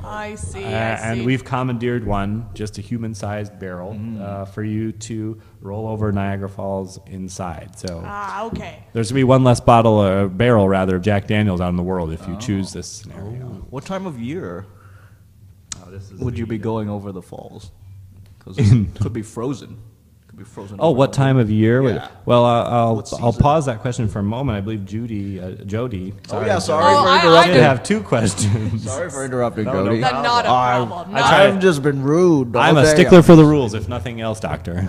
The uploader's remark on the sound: At SF Underground fallout shelter by Comedy Sound Wave.